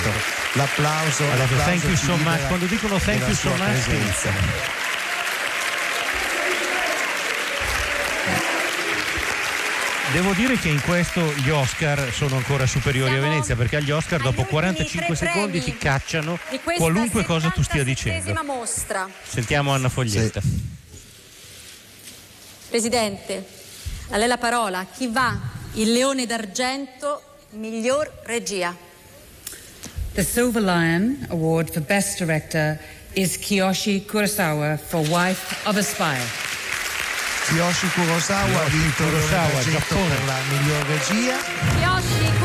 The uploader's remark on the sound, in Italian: HOLLYWOOD PARTY Venezia 77: la cerimonia di chiusura. In diretta dal Lido la consegna dei premi della Mostra del Cinema.